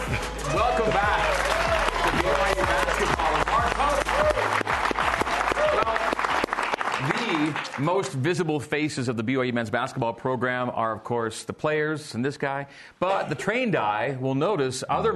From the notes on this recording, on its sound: A live audience in Studio C.